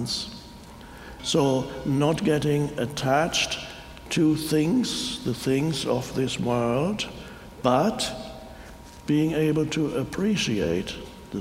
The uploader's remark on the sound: talks to an audience in Chicago